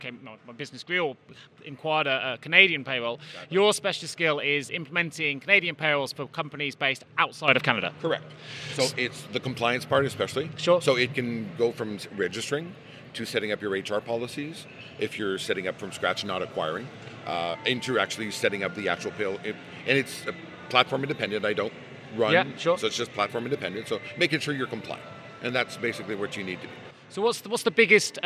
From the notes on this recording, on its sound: Recorded Live at American Payroll Association Congress 2019 in Long Beach, California.